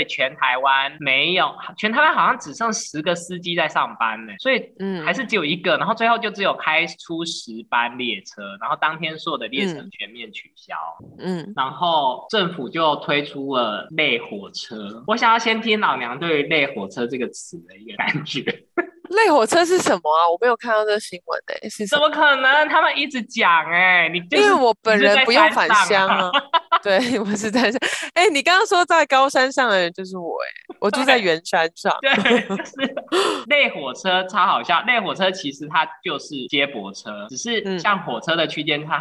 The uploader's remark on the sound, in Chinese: 遠距錄音。